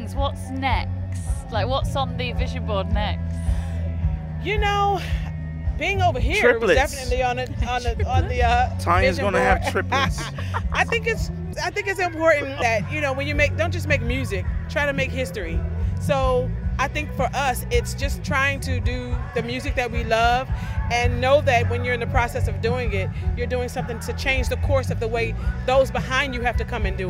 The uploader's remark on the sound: backstage at The Long Road Festival